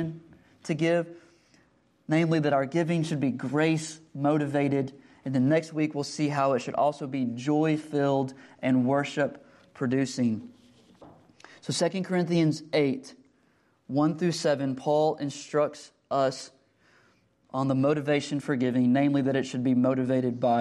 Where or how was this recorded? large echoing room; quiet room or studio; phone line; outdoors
large echoing room